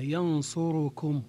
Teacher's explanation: ينصركم، ينصر جاءت معها كم أو لم تأتي معها، تبقى ضمة الراء تامة · Term: إتمام ضمة الراء